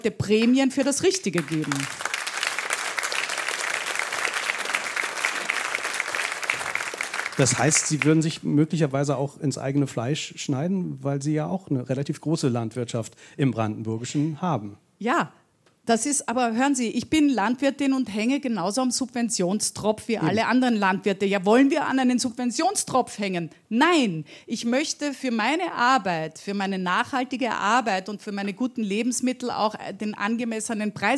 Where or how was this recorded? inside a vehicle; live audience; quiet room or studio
live audience